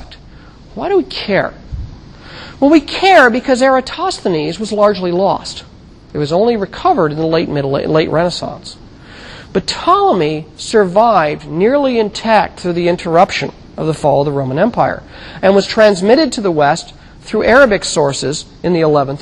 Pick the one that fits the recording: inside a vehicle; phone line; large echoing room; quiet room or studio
large echoing room